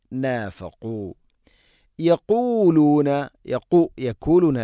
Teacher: ഖാഫ് സ്വരഭാരത്തിൽ ഉച്ചരിക്കേണ്ട അക്ഷരമാണ് ഖാഫ്. അതിൻ്റെ മഖ്റജ് തൊണ്ടയുടെ മുകൾ ഭാഗം, അതിൻ്റെയും മേലെ ചെറുനാക്ക്. നാഫഖു യഖൂലൂന യഖൂലൂന അല്ല യഖൂലൂന ലിഖ്വാനിഹിം അല്ല ഹംസ ഉച്ചരിക്കണം.